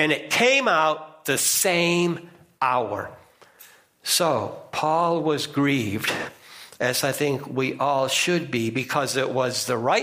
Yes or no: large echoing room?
yes